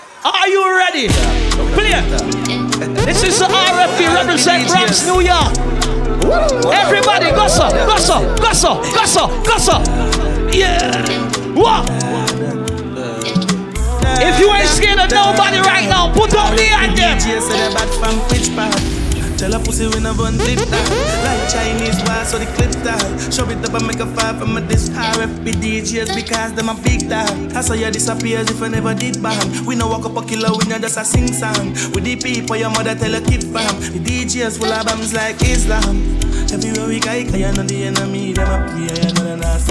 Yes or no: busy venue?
yes